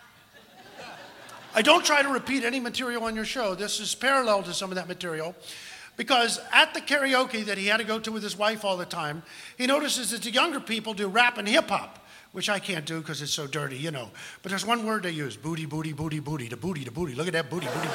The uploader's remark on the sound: Live at the Southpoint Casino